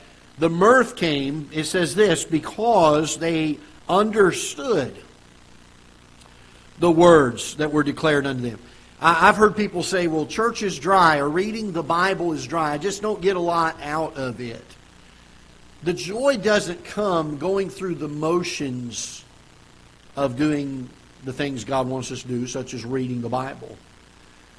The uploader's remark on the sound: Ketha Heights Baptist Church ~ Live Broadcast